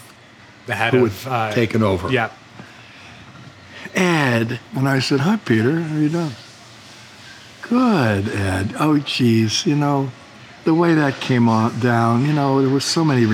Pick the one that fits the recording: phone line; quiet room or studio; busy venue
busy venue